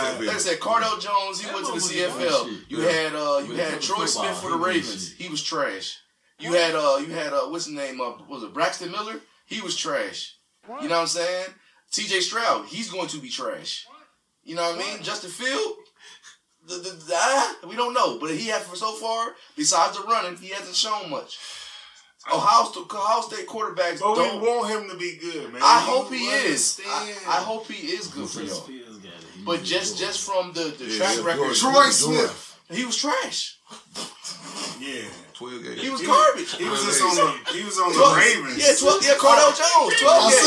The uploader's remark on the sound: Please Excuse The Audio